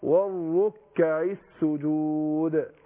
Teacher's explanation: الراء مشدده مضمومه يبقى فخامه